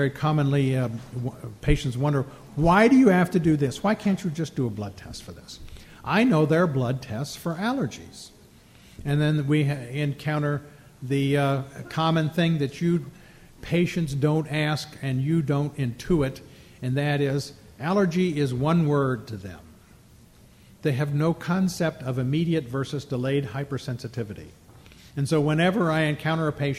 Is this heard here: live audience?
yes